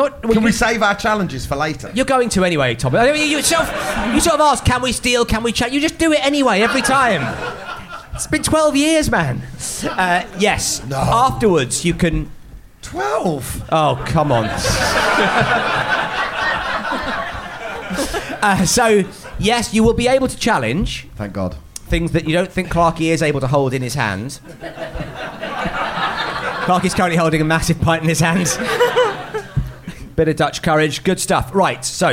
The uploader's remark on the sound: Recorded live at The Phoenix in Cavendish Square.